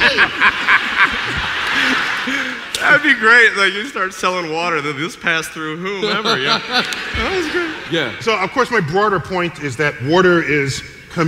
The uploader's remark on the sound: StarTalk Live! Part 2 of our show from The Beacon Theater.